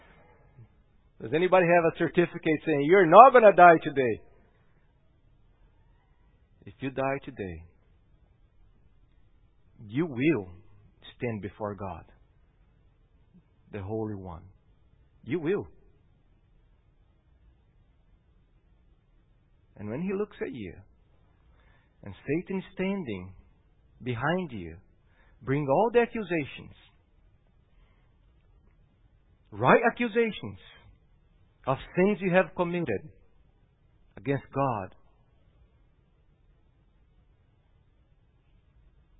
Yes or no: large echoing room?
yes